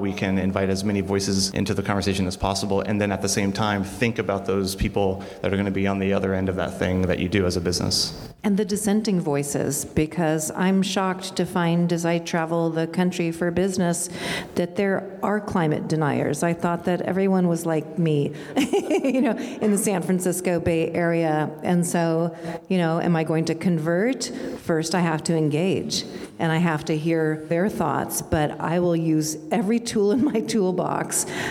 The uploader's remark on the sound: Live Panel Episode Recorded During SF Climate Week. Thanks for tuning in to a special live recording episode of Darts in the Dark.